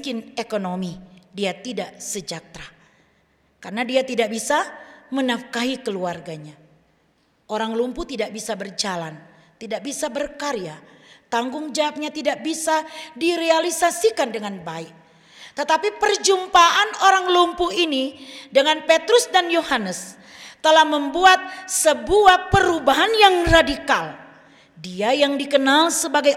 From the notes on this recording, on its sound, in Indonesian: Rekaman Kotbah dan Doa Syafaat Ibadah Minggu GKI Kalvari